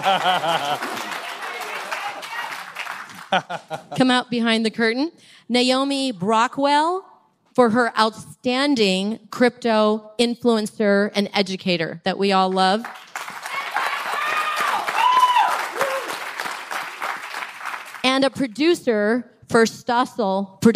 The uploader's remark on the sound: It’s a beautiful day in San Francisco and we’re coming to you live from the very first Litecoin Summit!